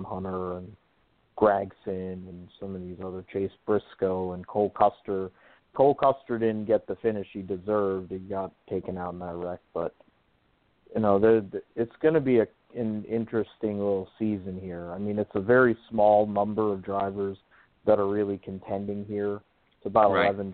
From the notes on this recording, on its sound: We'll also take your phone calls.